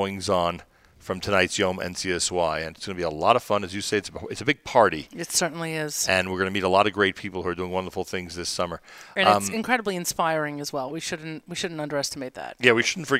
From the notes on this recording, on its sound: Live from The Inbal Jerusalem Hotel.